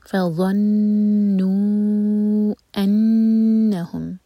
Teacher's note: نون پر غنہ، دو seconds کا ٹائم، اور پھر میم پر غنہ، یہ ادغام متماثل، میم اور میم مرج ہو رہے ہیں.